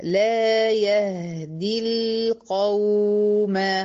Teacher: يعني باين إن الواو زمنها أطول من زمن اللام، رخاوة توسط. · Term: رخاوة الواو